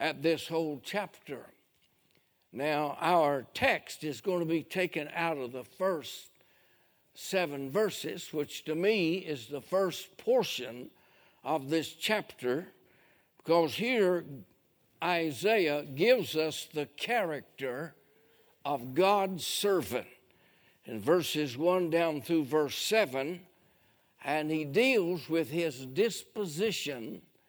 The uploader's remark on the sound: A sermon preached Sunday Morning during our Spring Jubilee